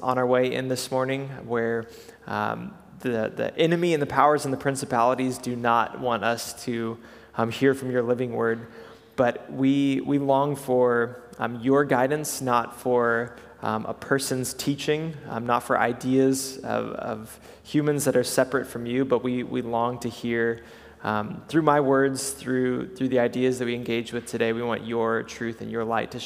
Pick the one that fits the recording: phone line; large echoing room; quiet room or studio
large echoing room